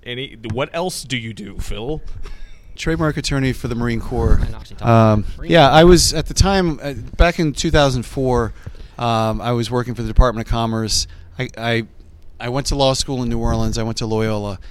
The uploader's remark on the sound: coming to you (not even remotely) live from the San Antonio Cocktail Conference